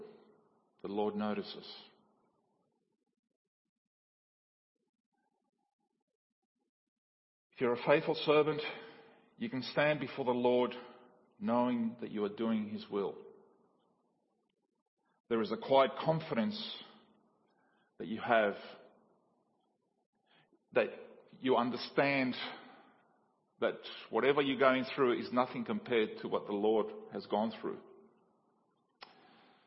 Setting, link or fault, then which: setting, large echoing room